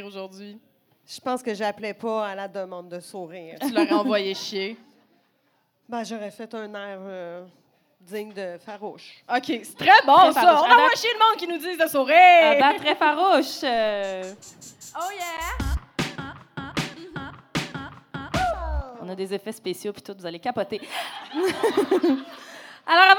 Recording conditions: live audience